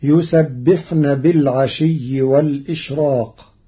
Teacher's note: قرأ ورش كلمة والإشراق بنقل حركة الهمز إلى الساكن قبله مع حذفها، وليس لورش ترقيق في راء الإشراق لوقوع حرف الاستعلاء بعده، فتصير يسبحن بالعشي والإشراق.